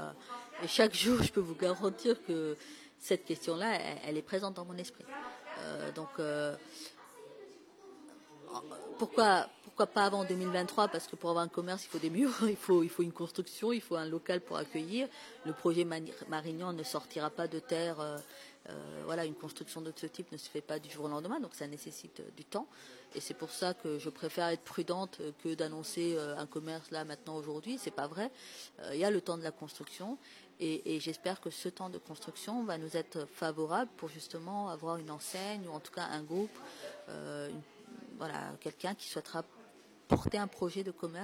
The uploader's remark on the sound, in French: Diffusé en direct sur RBS le 6 Mai 2023 depuis la Rue Watteau à l'Elsau, à l'occasion de l'événement "Capsule Temporelle" de la Compagnie Lu²